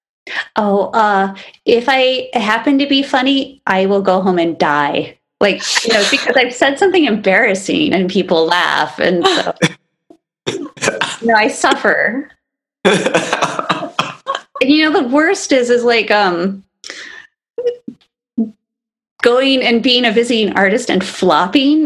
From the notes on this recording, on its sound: via zoom